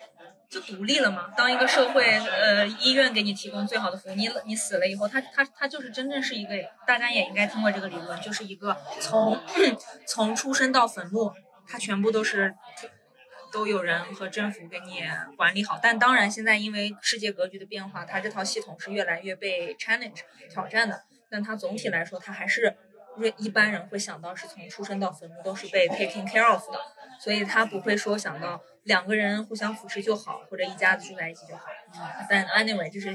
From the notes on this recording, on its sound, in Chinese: 这期因为时间紧迫，我们仓促地在一家咖啡馆录音。所以...有觥筹交错的乒乒乓乓声，有隔壁桌的八卦声等无法避免地嘈杂声。